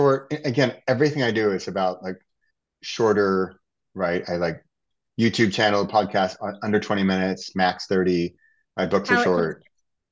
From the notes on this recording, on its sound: recorded from our Zoom call